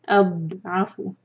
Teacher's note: ضاد پر قلقلہ نہیں ہونے دینا